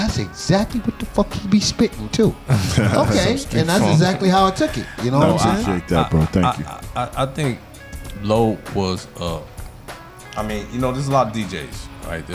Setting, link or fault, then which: setting, busy venue